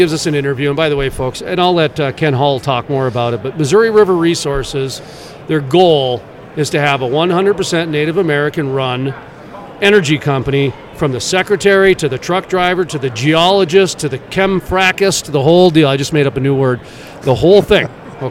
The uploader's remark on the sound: at the Williston Basin Petroleum Conference in Bismarck, ND.